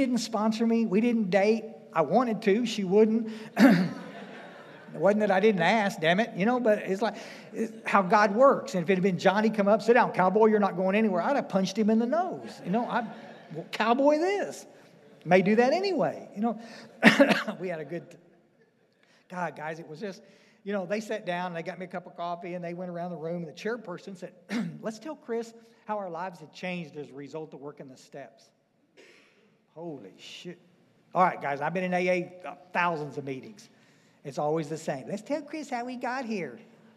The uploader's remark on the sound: speaking at the DAA State Conference in FL.